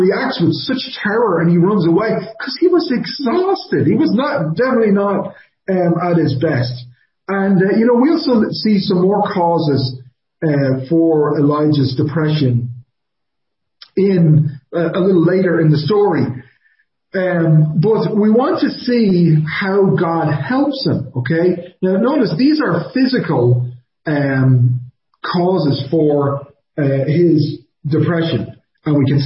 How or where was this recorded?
large echoing room